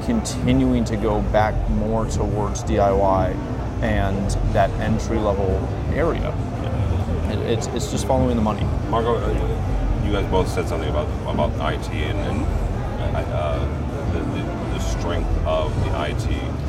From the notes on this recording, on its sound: Discussing the highlights of Integrated Systems Europe 2019 right from the show floor.